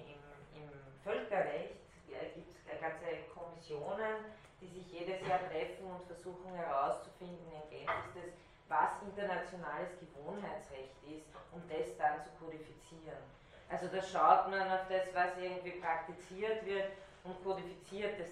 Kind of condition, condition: setting, large echoing room